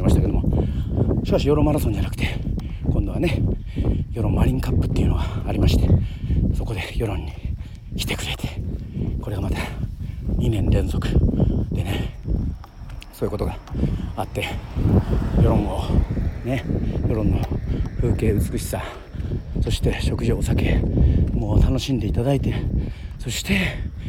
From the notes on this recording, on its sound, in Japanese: 与論島の名所でもあるホワイトロードでダッシュランしてます。走りながらの収録なので聞き苦しい所も多々ありますが。